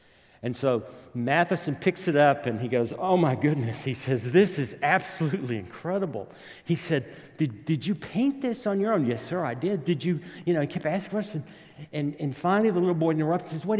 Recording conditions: large echoing room